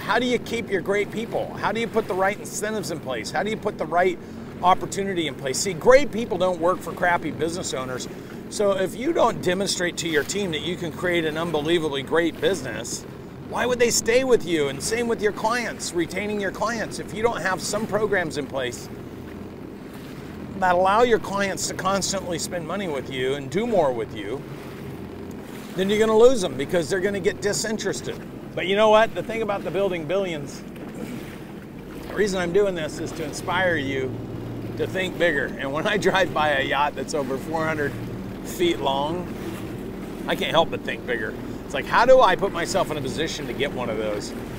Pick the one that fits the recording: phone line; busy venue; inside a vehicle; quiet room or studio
inside a vehicle